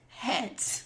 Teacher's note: Soften an A into an E sound. So hat becomes het.